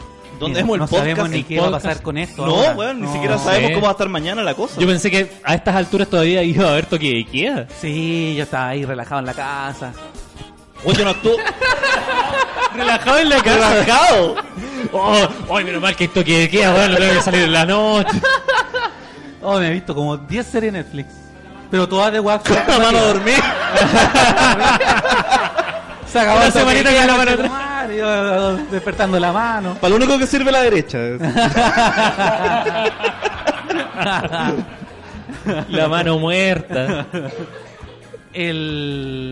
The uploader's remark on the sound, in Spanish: En vivo desde Comedy Restobar. Fue la oportunidad perfecta para hacer una versión en vivo del programa, con público, juntitos, abrazados, dándonos cariño y riéndonos en medio de un país en caos.